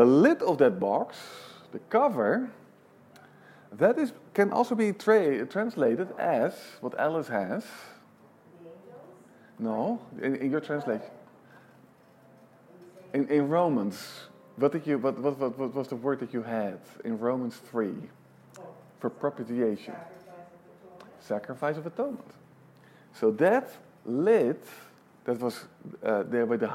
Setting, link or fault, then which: setting, large echoing room